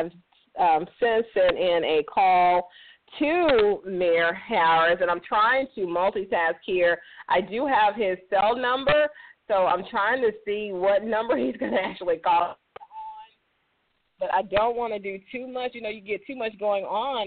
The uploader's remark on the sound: a live call in lifestyle show